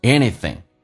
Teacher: 以 ing 形式，一般后鼻音发成前鼻音